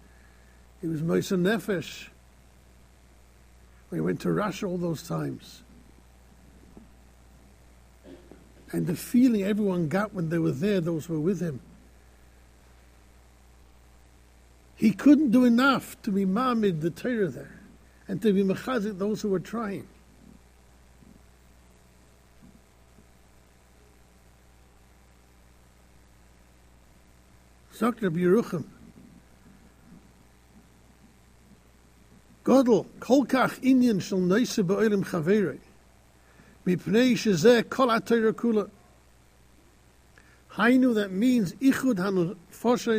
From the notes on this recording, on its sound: Shiur recorded in Yeshivas Ohr Reuven, Monsey, NY.